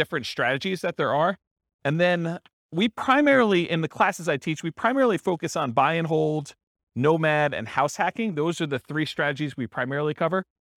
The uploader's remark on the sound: This was a live class recorded